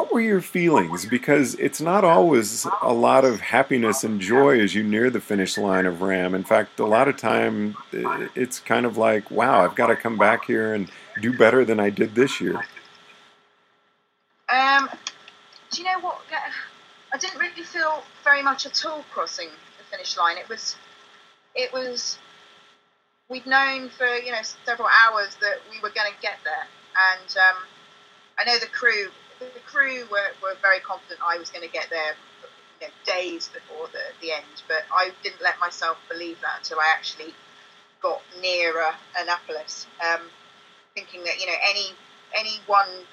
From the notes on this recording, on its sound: The sound quality is the best we could get as we were experiencing technical difficulties during the call to London.